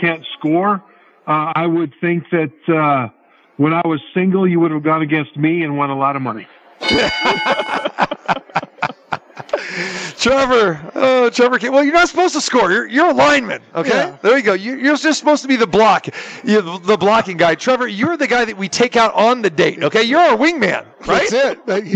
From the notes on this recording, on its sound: Live from the Superbook at the Westgate Las Vegas.